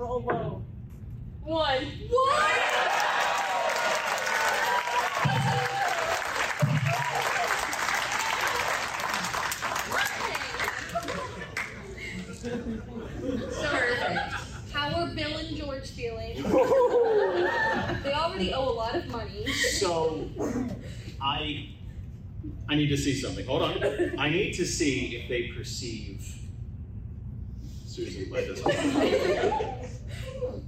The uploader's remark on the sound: Dragoncon 2023 Live Show